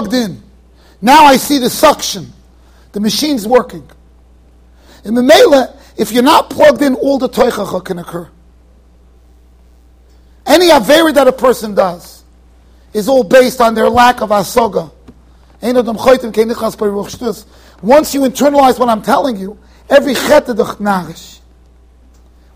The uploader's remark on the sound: Shiur recorded in Yeshivas Ohr Reuven, Monsey NY.